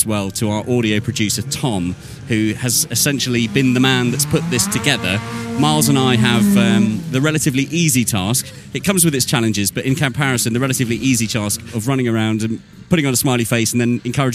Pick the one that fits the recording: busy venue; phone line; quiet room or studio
busy venue